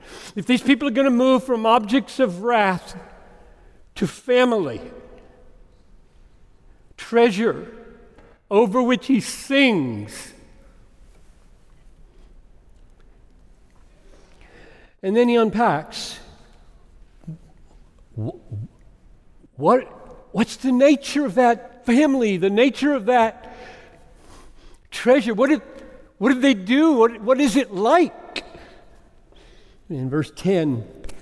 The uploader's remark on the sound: Preached this message at Bethlehem College &amp; Seminary in Minneapolis. Preached this message at Bethlehem College & Seminary in Minneapolis.